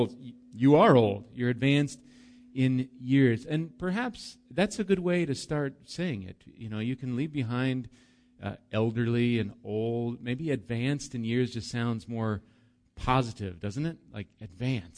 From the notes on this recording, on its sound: Recorded live at Bethany Bible Church